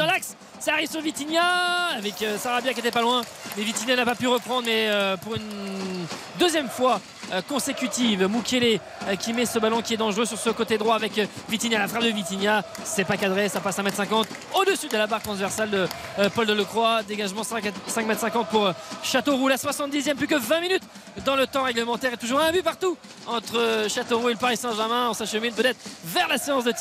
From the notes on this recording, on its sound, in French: RTL FOOT. En direct du stade Gaston-Petit de Châteauroux.